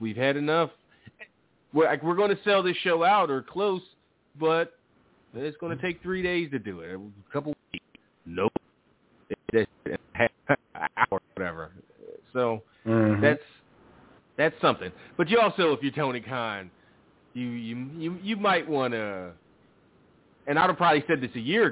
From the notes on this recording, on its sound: Live calls and more. Weekly caller, email and tweet driven show.